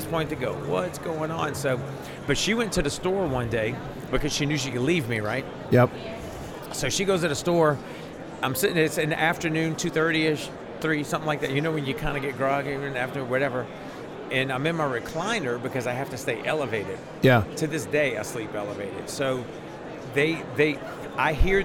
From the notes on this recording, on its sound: LIVE from NRB 2022!